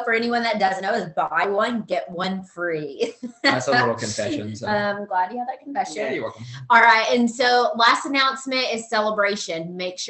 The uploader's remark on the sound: Team Soar Zoom Call 01/27/2022